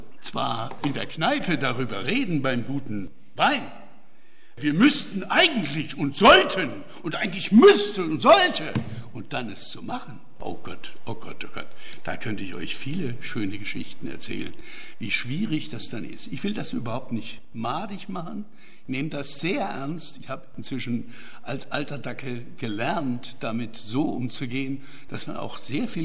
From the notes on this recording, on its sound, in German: Mitschnitt des Referats.